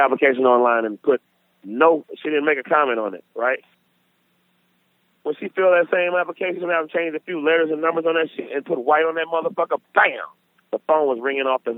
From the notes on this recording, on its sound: sits down at a Miami bus stop for a Phone-A-Friend connection